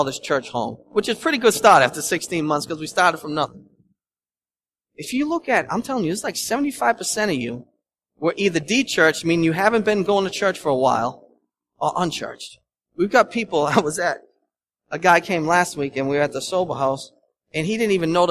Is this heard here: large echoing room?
yes